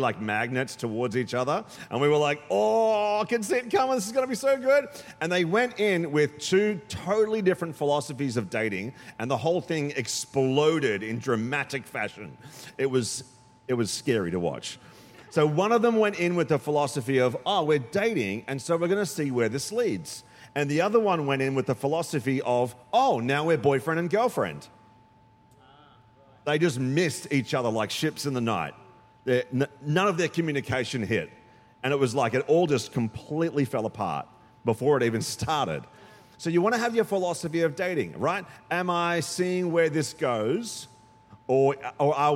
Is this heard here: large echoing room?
yes